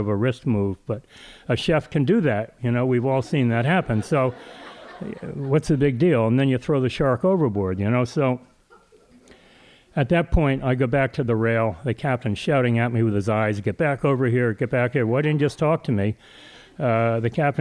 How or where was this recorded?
live audience